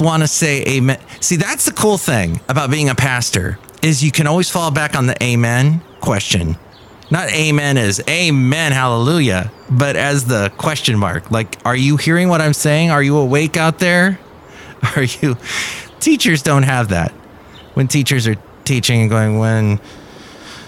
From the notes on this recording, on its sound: podcasts live from Café Anyway